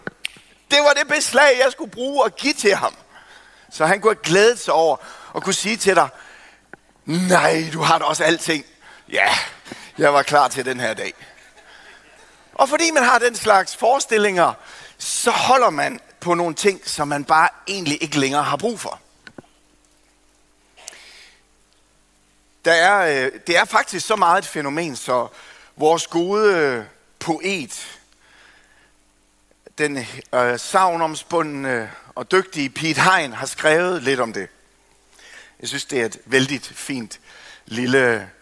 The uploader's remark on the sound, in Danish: Undervisning fra mandagens første Keynote-session.